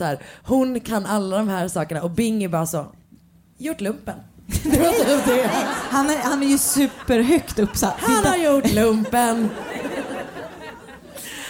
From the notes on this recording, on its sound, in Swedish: recorded från livepodden i Malmö